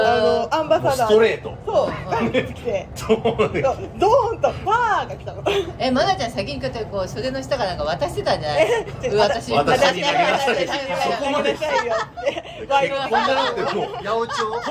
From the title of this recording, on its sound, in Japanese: まんぷく食堂からゲリラライブ